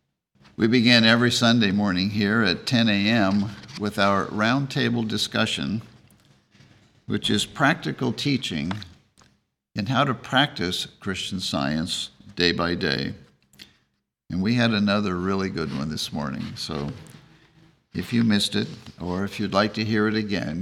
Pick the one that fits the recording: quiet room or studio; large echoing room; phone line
large echoing room